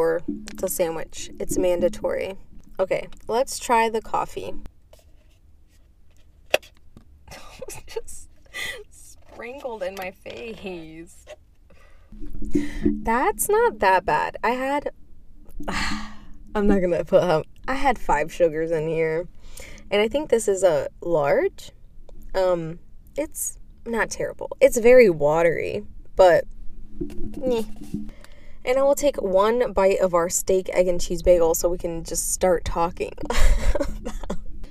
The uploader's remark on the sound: While I sit in my car eating McDonalds breakfast.